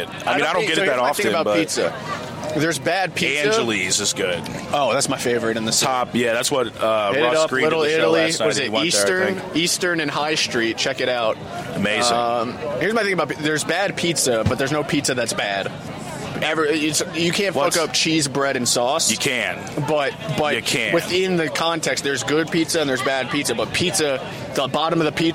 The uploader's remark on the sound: This episode was recorded October 28th, 2023 at the farmers market in Fell's Point.